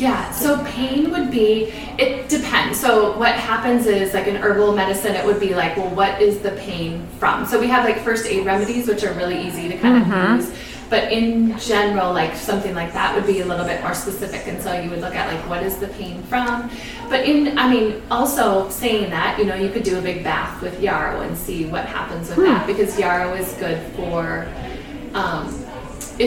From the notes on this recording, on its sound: Our first in person interview since the pandemic in her beautiful store. There may be some background noise during this episode.